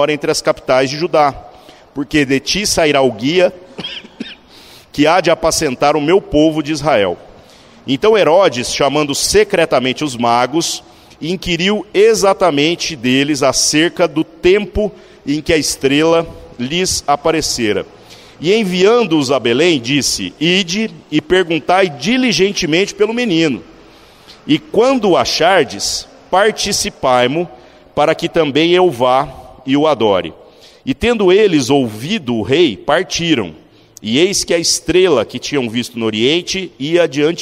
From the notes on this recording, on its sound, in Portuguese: Culto semanal de exposição Bíblica. Na Igreja Sal da Terra - Manifesto, em Uberlândia-MG.